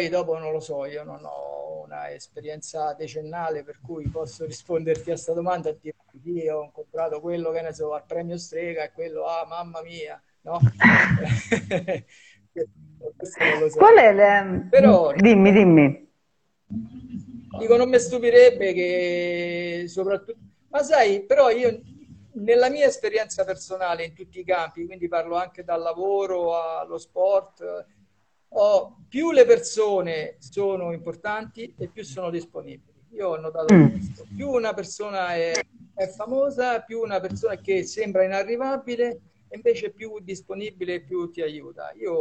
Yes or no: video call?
yes